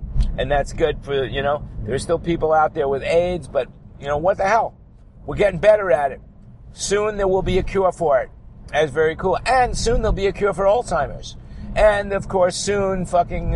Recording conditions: inside a vehicle